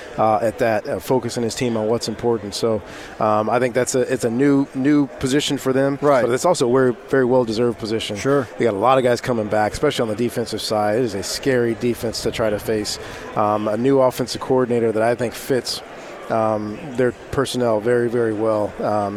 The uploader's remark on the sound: Live from Pac-12 Media Day.